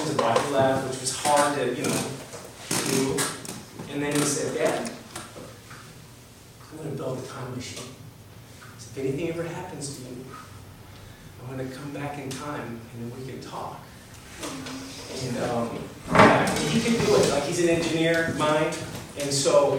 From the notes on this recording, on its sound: A recording from a Story Night at Montana Gallery in Billings, MT, recorded on November 13, 2018. On this episode, you'll hear a recording from a Story Night at Montana Gallery in Billings, MT.